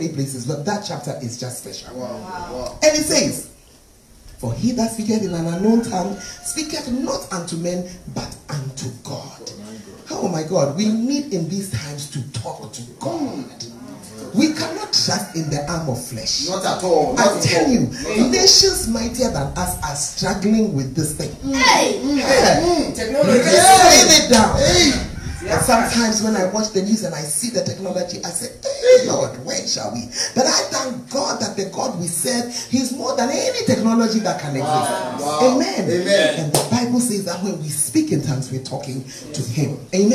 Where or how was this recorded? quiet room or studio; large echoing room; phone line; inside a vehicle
large echoing room